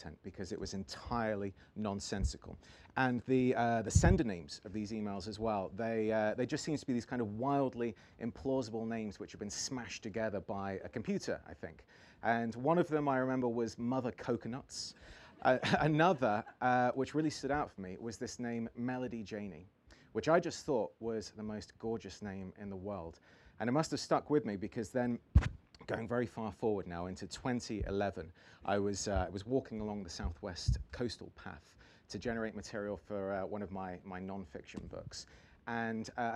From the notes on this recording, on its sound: As part of the Cream of Cornish event at the 2022 North Cornwall Book Festival.